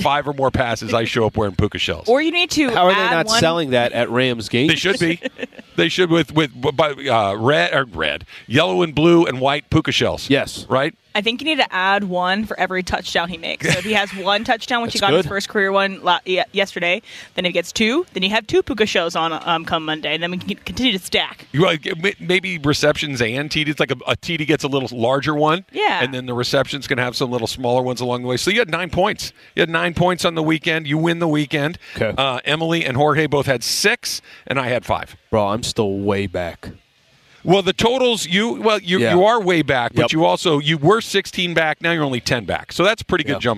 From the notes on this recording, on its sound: LIVE from LAKERS Media Day in EL Segundo!